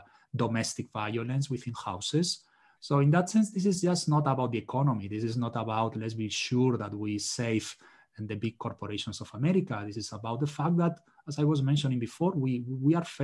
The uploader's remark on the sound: This webinar was live-streamed and recorded on May 5, 2020.